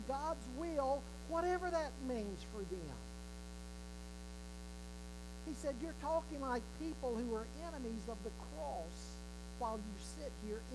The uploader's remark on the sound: WE APOLOGIZE FOR THE POOR AUDIO QUALITY THIS WEEK